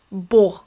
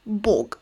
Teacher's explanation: in the South, it is pronounced as fricative H · Shown in: first take · So when talking about God, for example, Southern people will call him Bog, but the ones coming from the North will say Bog.